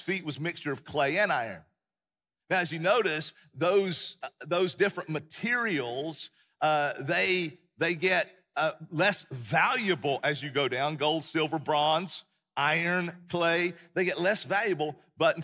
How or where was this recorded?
large echoing room